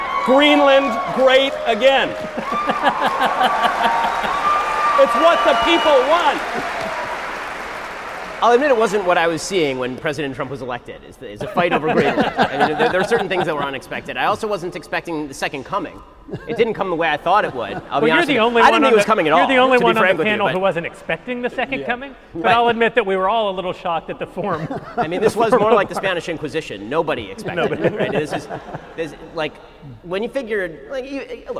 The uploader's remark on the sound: Daily Wire Backstage: Live In Long Beach.